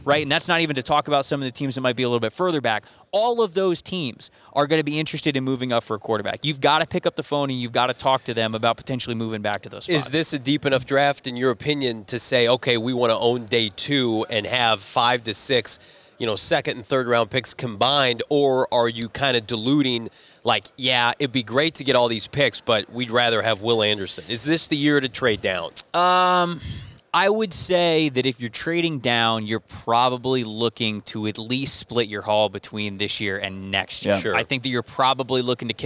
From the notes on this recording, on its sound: LIVE from the NFL Scouting Combine